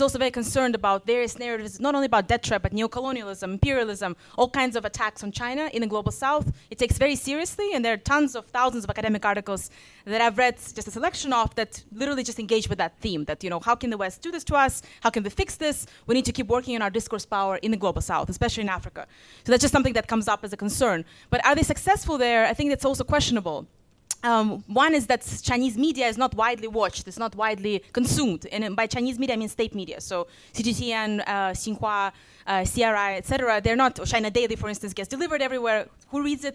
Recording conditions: live audience